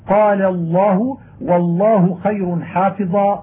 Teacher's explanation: ذلك أمكن لظهور التفخيم، نحو قال الله والله خير حافظا وشبهه، يظهر التشديد إظهارا متمكنا ليظهر التفخيم في اللام الذي جيء به للتعظيم والإجلال والإكبار